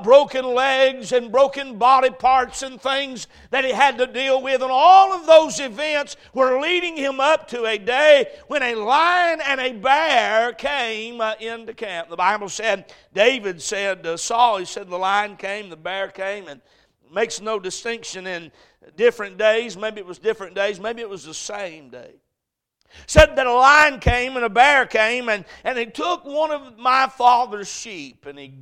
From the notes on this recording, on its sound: A message preached at Crossroads Baptist Church